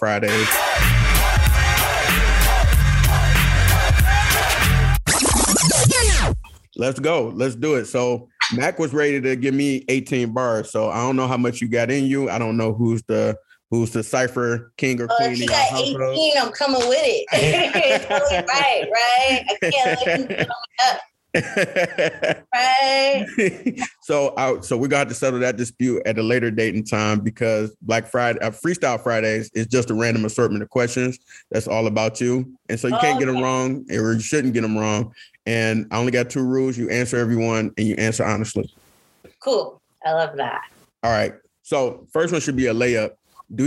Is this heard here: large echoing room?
no